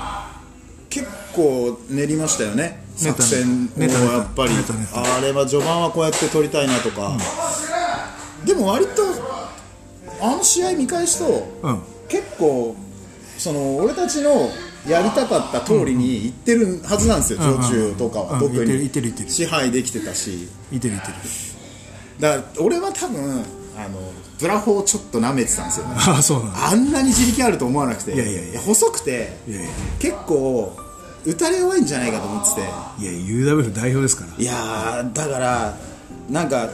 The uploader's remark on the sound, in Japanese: 花鳥風月ファイティングジムにて収録したよ